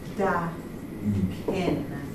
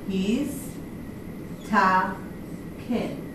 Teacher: the dalet vibrating air, but taf doesn't